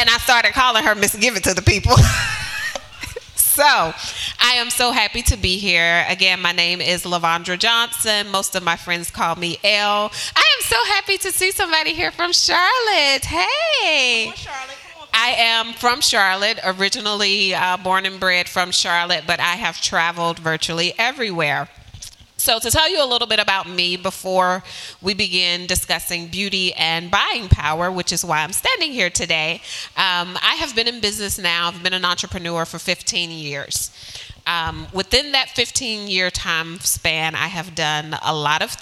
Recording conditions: live audience